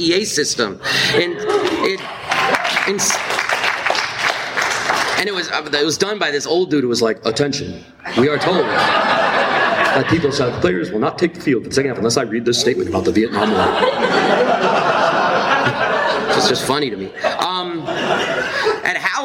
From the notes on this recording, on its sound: Then, in front of a live audience, I do a talk about the political lessons of the Mizzou football strike against racism.